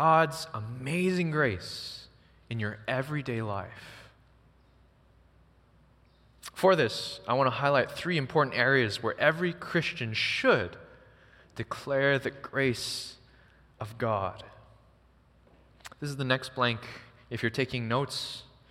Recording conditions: large echoing room